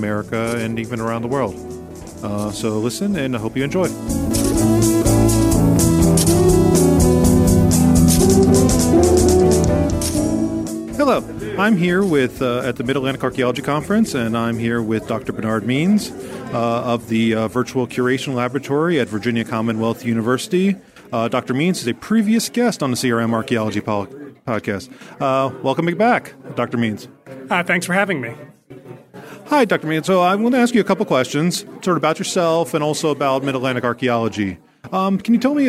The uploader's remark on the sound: Interviews from the 2019 Mid-Atlantic Archaeology Conference. Went to the 2019 MAAC and he brought his microphone! Listen to some great interviews from a diverse crowd.